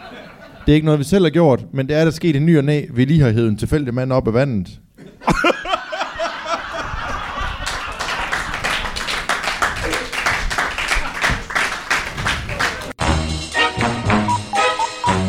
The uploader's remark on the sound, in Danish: LIVE fra Tobbers i Kolding